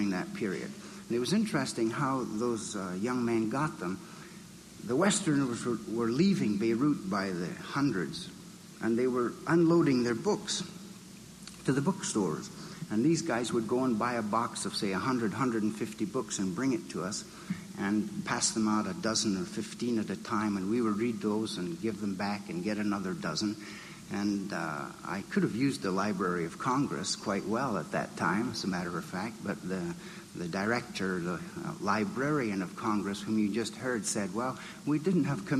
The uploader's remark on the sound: recorded at the Academy of Achievement's 1992 Summit in Las Vegas, Nevada